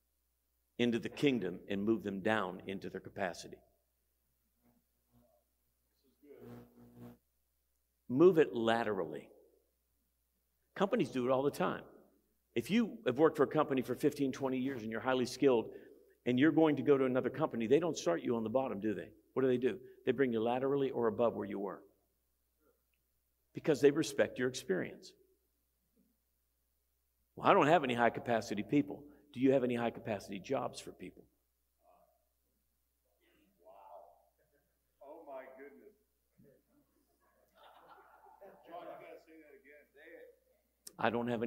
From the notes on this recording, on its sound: Every February, pastors and leaders from around the country gather together at our leadership conference. Here’s one of the recordings from our 2023 Leadership Conference.